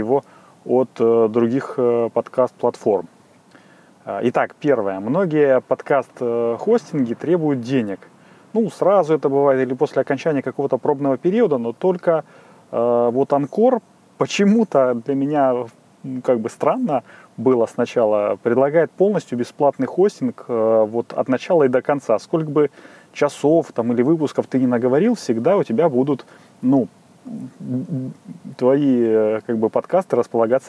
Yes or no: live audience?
no